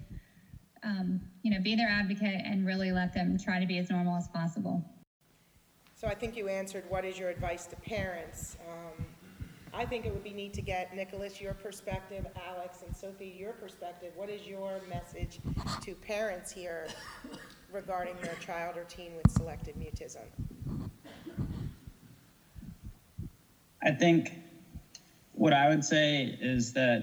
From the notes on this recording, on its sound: This bonus episode features a live Q&A panel that was recorded at a recent CommuniCamp.